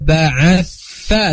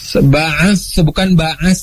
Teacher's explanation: Harusnya walaqad ba'atha, tha digigit lidahnya